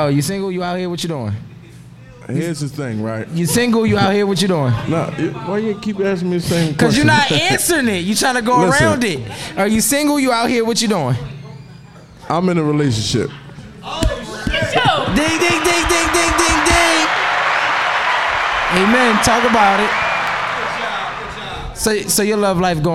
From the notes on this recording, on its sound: Live from Krush Lounge in Philadelphia PA!